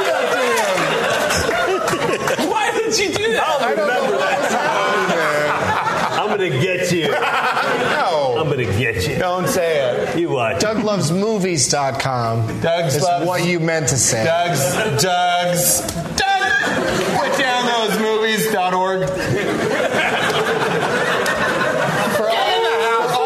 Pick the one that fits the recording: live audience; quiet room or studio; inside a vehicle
live audience